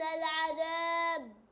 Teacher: قلقلة هنا قلقلة الباء قلقلة كبرى